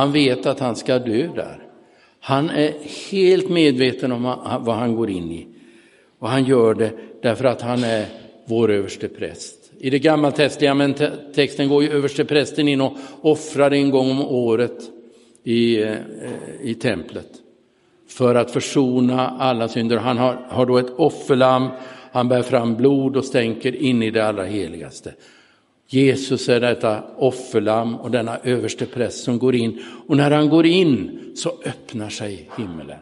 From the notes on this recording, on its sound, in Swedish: Inspelad i Roseniuskyrkan den 30 oktober 2022.